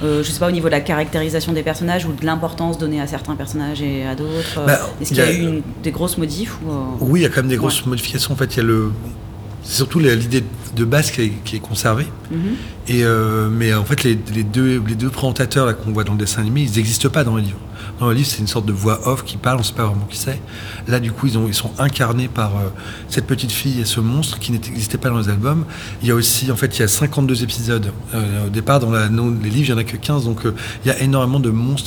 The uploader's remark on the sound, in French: Enregistré à Marseille Series Stories. Enregistré à Marseille Series Stories dont BetaSeries était partenaire.